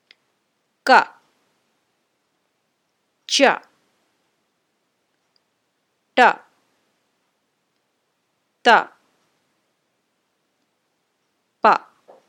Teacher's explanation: So, unvoiced karkasha, alpaprana. Unvoiced, small breath.